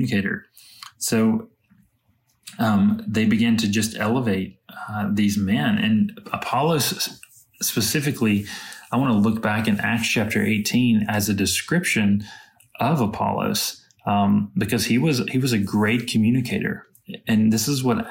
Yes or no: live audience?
no